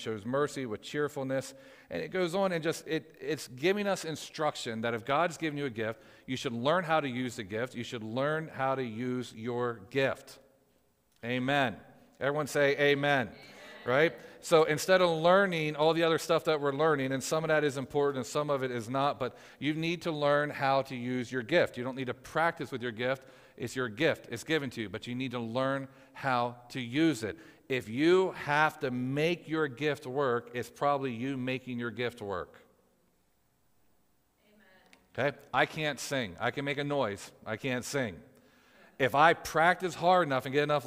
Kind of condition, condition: setting, live audience